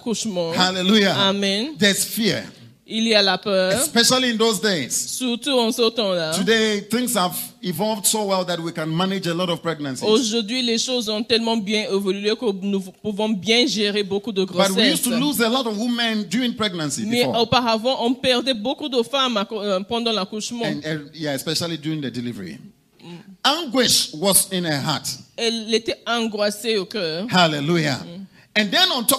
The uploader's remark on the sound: Preached during Joyful Hour Service at Family of Champions International Ministries, Rabat, Morocco.